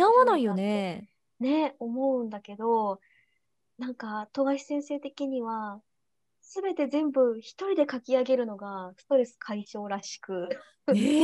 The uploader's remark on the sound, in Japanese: リモート収録のため、お聞き苦しい点もあると思いますが、予めご了承ください。